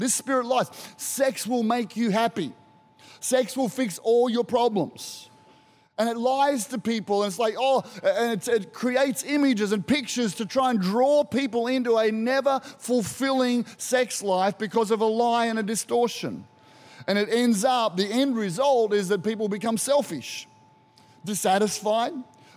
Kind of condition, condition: setting, large echoing room